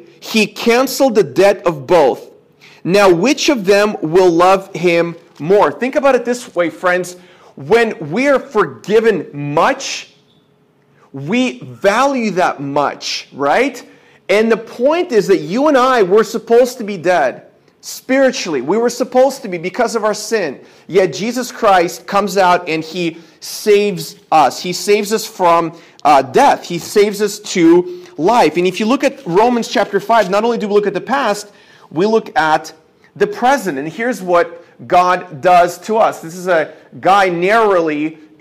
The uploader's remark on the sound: This is a sermon I preached at my church